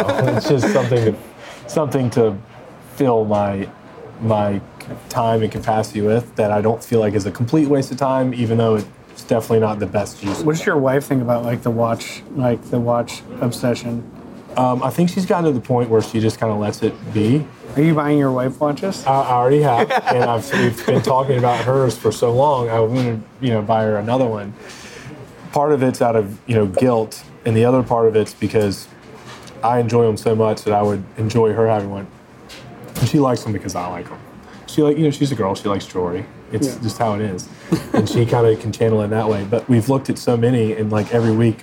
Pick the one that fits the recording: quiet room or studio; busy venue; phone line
busy venue